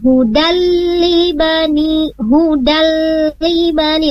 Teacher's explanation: Nah, di sana ada hudal dan dalnya, huruf dalnya tanwin bertemu dengan huruf lam. Harusnya bacanya tidak dipanjangin hudali bani, tapi langsung ke huruf lam. Namanya hukumnya idgham bila gunnah hudali bani, hudali bani, langsung huruf lamnya.